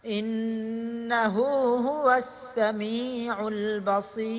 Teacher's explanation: بالنسبة هو السميع البصير الراء مرققة